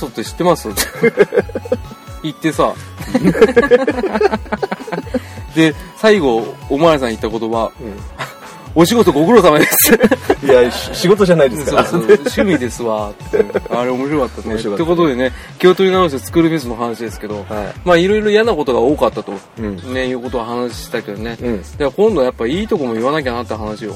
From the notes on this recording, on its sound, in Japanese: 今回は駐車場での収録だったのですが、リアルに二人でまさかの職質に遭遇。